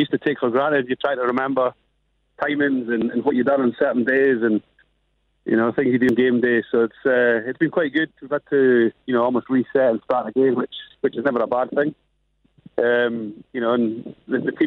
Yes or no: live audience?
no